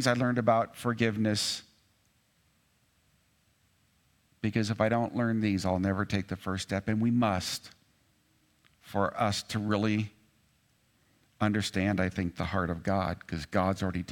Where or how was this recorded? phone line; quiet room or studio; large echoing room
large echoing room